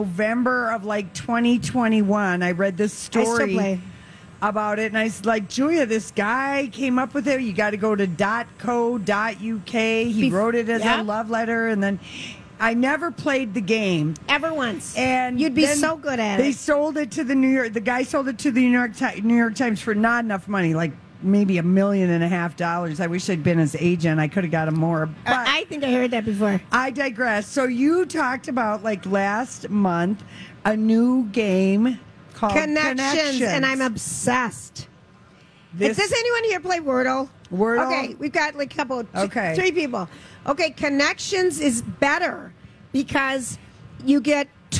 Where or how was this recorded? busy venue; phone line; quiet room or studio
busy venue